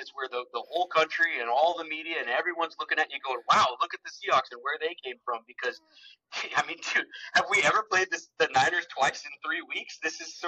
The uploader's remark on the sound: dealing with rough audio as we are recording away from the studio